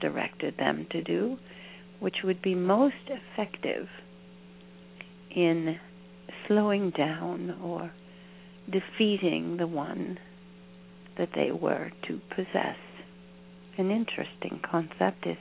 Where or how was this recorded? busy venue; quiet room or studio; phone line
phone line